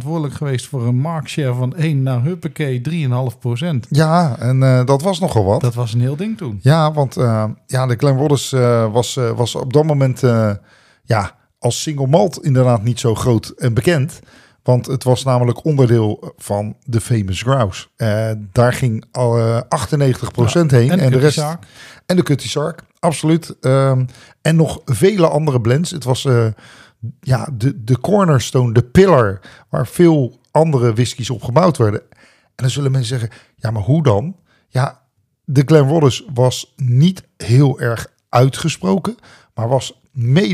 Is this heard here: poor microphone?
no